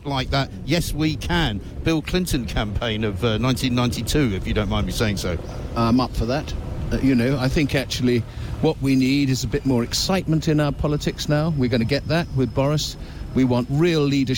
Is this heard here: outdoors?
yes